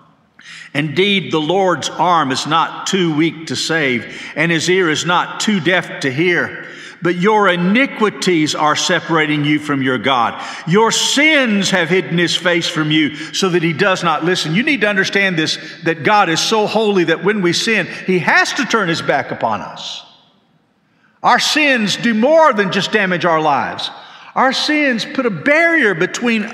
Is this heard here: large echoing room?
yes